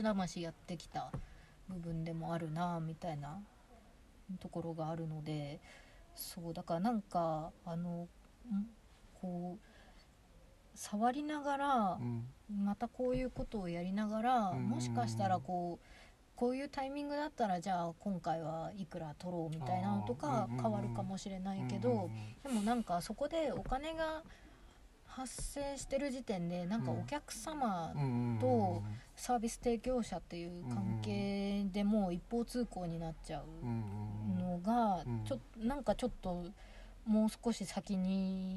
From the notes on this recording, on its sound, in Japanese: 今年5月に荒山林業さんが企画された集材の見学会の後、車の中でお話をしています。